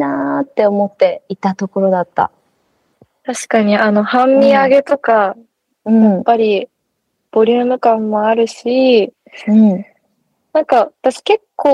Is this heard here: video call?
yes